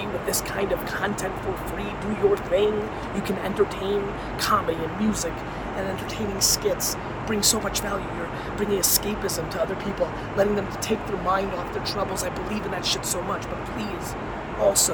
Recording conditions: phone or laptop microphone